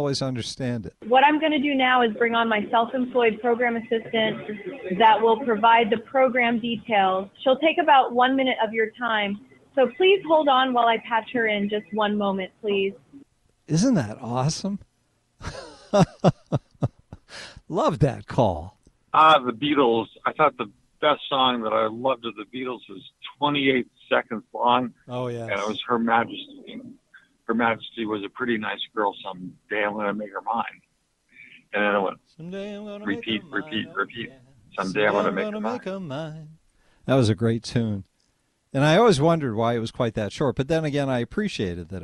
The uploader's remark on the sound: We play Rants and take phone calls. Clips from the BBC.